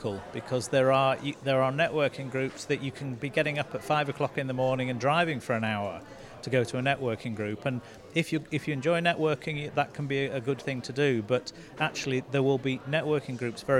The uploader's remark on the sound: Live from the Glossop Business Expo